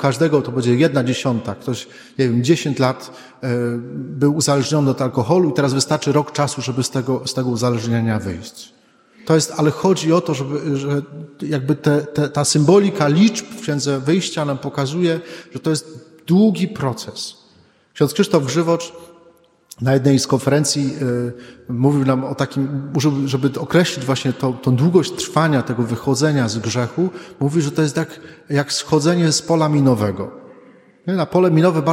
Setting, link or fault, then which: setting, large echoing room